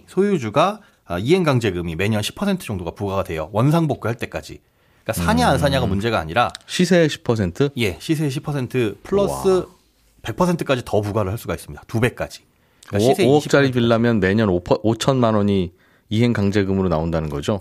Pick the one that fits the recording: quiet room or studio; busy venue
quiet room or studio